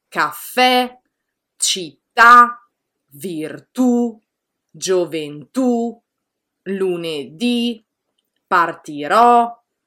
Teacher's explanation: il tono sale alla fine della parola e questo è fondamentale che si senta in maniera distinta · Term: accento grafico